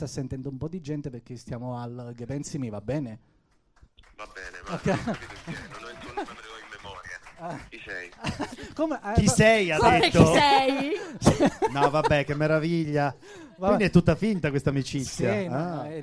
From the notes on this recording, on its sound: Live dal GhePensiMi di Milano